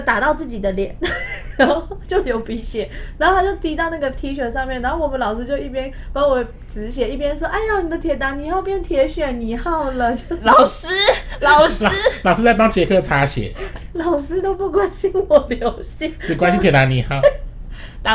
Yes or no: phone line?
no